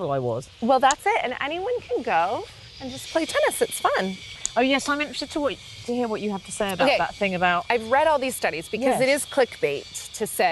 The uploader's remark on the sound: goes out for a stroll